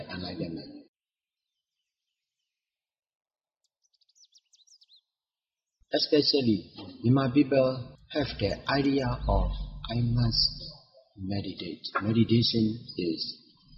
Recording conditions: poor sound quality